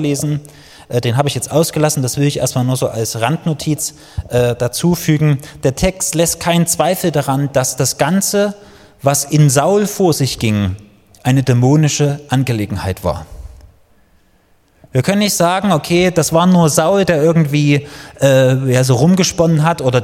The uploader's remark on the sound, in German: Die Predigt ist aus dem Gottesdienst vom 22.